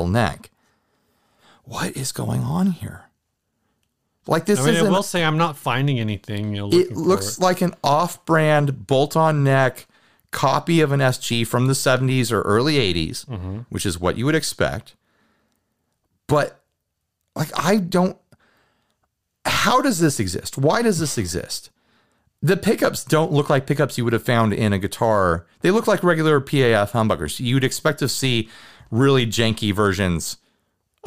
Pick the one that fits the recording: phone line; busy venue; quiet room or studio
quiet room or studio